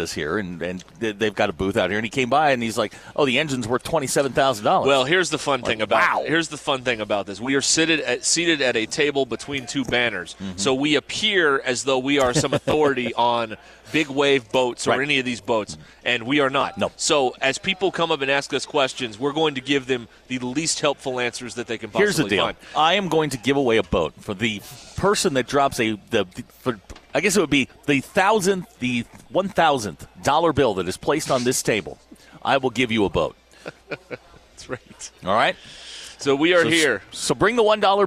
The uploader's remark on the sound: We are live at the NWA Boat and Outdoor Expo.